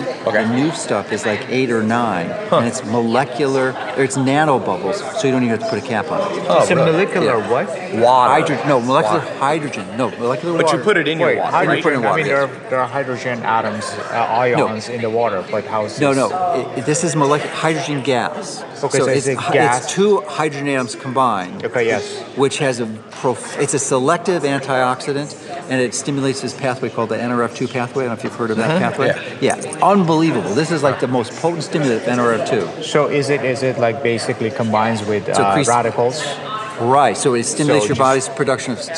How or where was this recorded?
busy venue